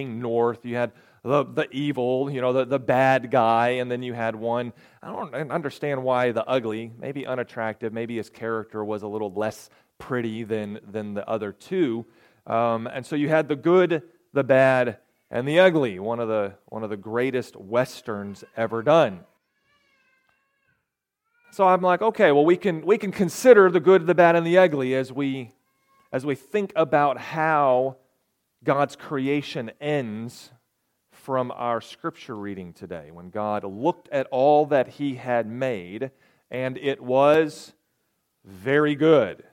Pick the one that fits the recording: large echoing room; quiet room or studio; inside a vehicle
large echoing room